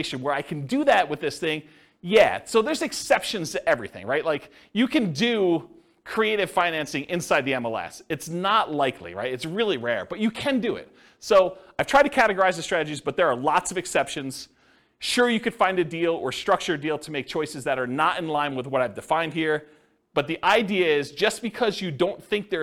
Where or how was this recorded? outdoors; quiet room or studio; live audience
live audience